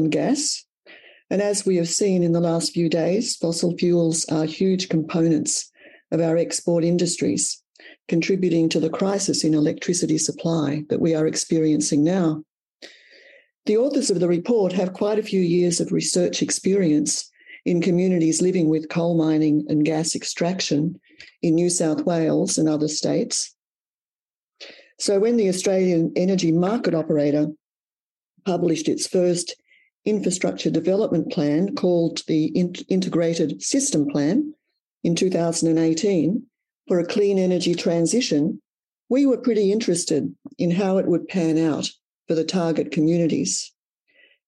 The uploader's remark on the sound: This event was held via Zoom on Wednesday 15 June, 2022.